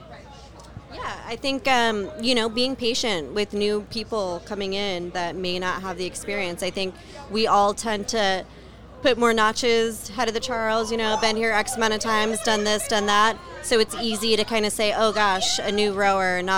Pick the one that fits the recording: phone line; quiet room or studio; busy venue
busy venue